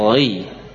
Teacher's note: Begitu sudah kasrah maka sifat tebalnya, ya, pudar atau hilang.